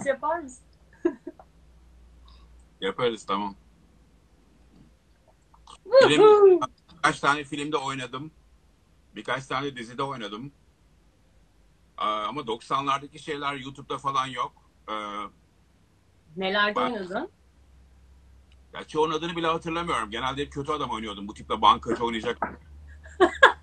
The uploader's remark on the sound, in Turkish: 3 Mayıs 2020 tarihli Instagram Live kaydı.